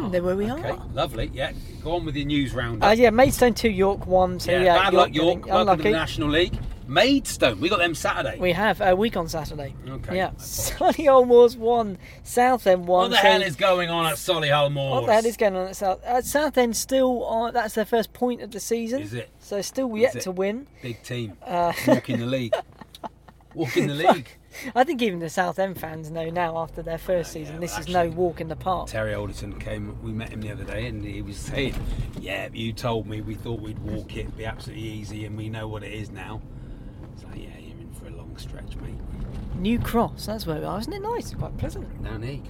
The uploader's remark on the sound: In the car on the streets of South East London on the way to Bromley.